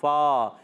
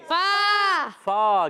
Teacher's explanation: اوپر والے دانتوں کے کنارے جب نیچے والے ہونٹ کے تر حصے سے لگتے ہیں تو ادا ہوتا ہے فا · Term: فا کا مخرج